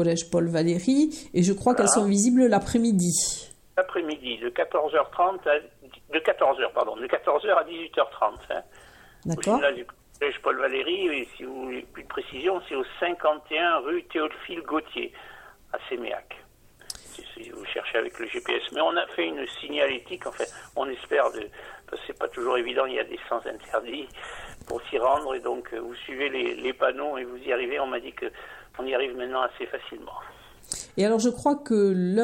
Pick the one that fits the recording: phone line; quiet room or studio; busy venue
phone line